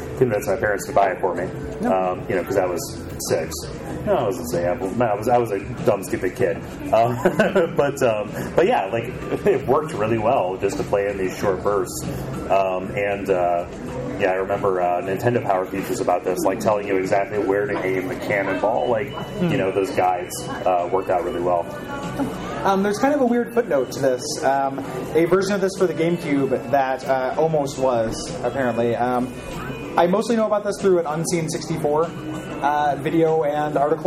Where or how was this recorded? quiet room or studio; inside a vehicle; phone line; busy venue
busy venue